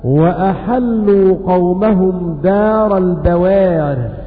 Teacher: والمعنى أن ورشا وحمزة يقللان الألف · Term: التقليل